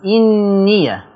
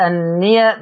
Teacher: ورش يقرأ بكسر الهمز إنية، ليست أنية بفتح الهمز